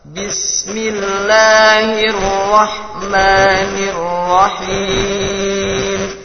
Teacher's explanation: Ra-nya langsung tebal, dua-duanya langsung tebal.